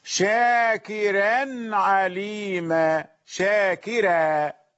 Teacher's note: راء مرققة لأن الكاف كسرتها موصولة بالراء. ناظرة، هذه الأمثلة تبين أنه حتى ولو كان الحرف المكسور حرف تفخيم فإن الراء ترقق.